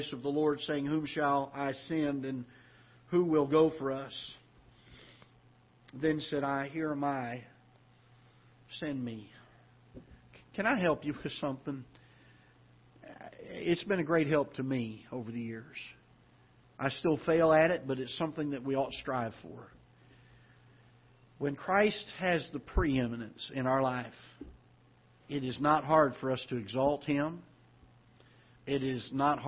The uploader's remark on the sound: Ketha Heights Baptist Church ~ Live Broadcast